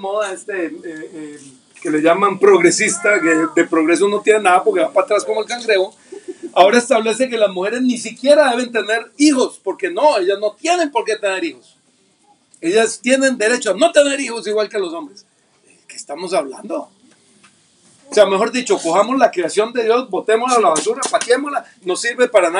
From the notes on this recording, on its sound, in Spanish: desde un parque en la reunión familiar de la Familia-Iglesia de Sydney, Australia.